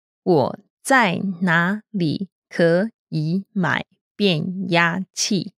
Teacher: When you have five third tones in a row, we can change the first syllable and the third syllable to a second tone. Since Yi has no tone,We can keep the fifth third tone.